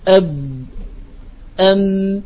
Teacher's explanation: نعم الكز في الباء يكون من الداخل أب أم، ومن الميم من الخارج. وهنا كذلك عند الميم، والكز في الباء كما قال الكز هو الضغط، والكز في الباء يكون أشد أب أم.